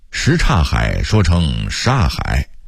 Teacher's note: 北京人在说什刹海的时候，因为语速快，会把什刹变成一个音煞，什刹海说成煞海，冷不丁一听呢以为是上海 · Term: 吞音